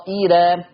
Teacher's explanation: ورش أثبت ألف بعد الطاء طا، وأبدلت الياء اللينة بهمزة مكسورة طائرة، يبقى بقت مد متصل يتمد ست حركات طالما بقى فيه ألف وراها همزة مكسورة بدلا من الياء.